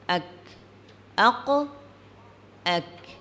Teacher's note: اور اس کو ہم قاف کو موٹا کر کے ادا کرتے ہیں اور کاف کو باریک ادا کرتے ہیں